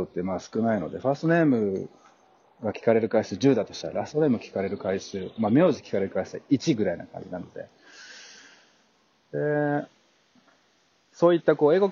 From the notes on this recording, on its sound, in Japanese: 自給自足を支える自宅のフードガーデンで、命の植物たちと向き合いながら、2021年を振り返る。野外で作業しながら収録。若干聴きづらい点があるかもですが、何卒ご了承ください。